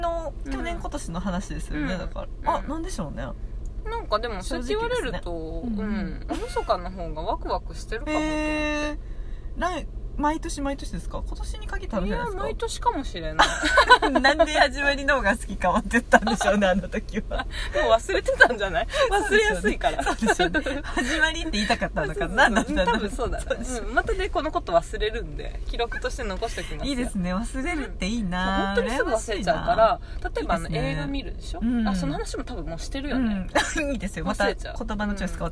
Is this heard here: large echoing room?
no